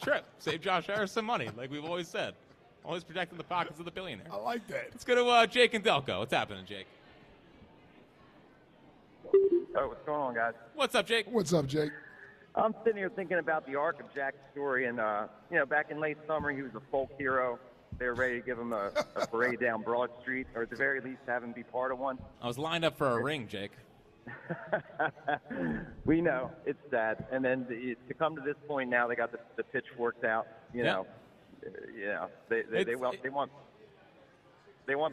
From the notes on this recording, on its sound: live from Chickies in South Philly